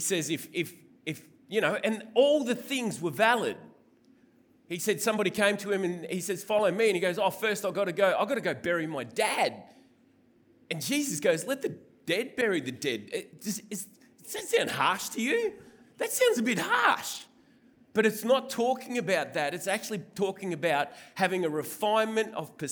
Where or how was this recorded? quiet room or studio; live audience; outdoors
live audience